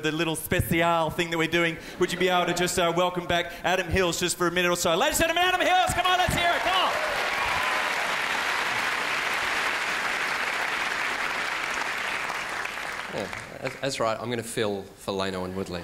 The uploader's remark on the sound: Final performance - 2006 Melbourne International Comedy Festival Gala.